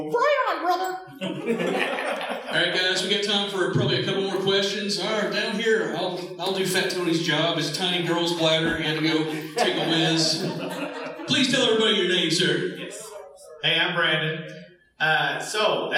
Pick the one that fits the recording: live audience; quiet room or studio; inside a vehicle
live audience